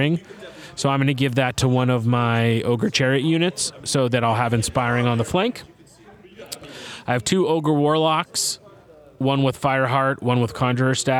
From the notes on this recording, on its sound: Counter Charge kicks off our on-site Adepticon coverage with recordings from Weds March 22, 2023.